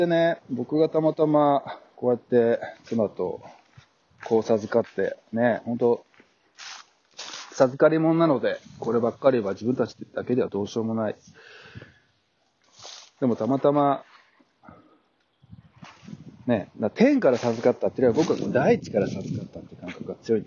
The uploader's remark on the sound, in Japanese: 自給自足を支える自宅のフードガーデンで、命の植物たちと向き合いながら、2021年を振り返る。野外で作業しながら収録。若干聴きづらい点があるかもですが、何卒ご了承ください。